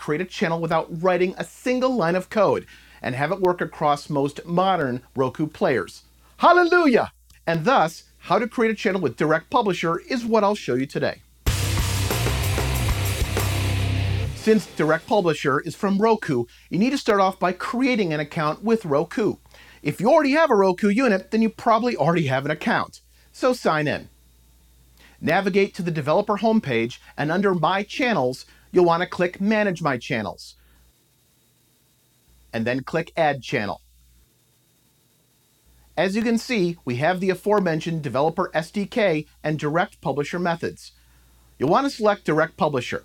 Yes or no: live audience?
no